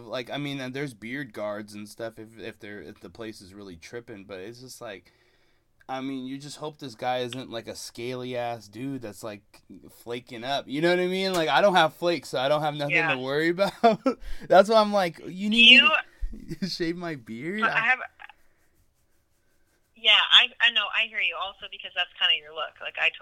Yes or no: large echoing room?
no